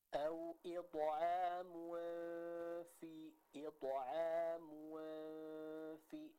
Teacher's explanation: Sehingga otomatis ketika kita membaca suatu hukum ikhfa yang setelahnya menghadapi huruf fa, maka posisi lidah atau posisi bibir kita sudah mempersiapkan pengucapan huruf fa sambil kita membaca hukum ikhfa-nya